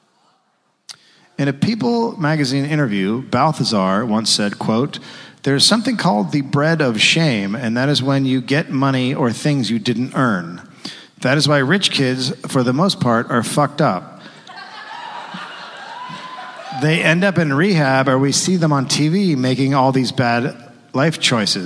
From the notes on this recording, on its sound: recorded live in Minneapolis